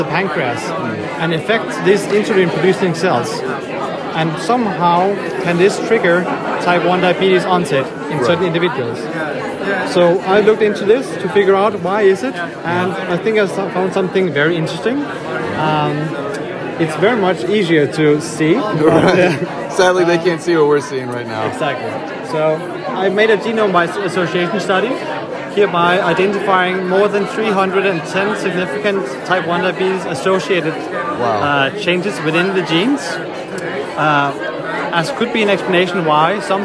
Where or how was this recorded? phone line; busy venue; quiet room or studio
busy venue